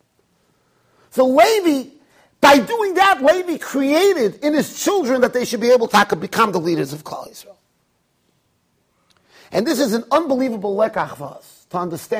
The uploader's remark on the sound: Shiur recorded in Yeshivas Ohr Reuven, Monsey NY.